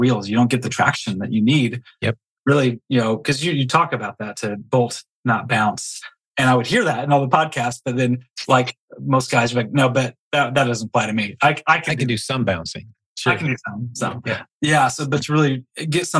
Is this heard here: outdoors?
no